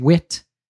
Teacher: depending on some accents, the TH gets turned into a T sound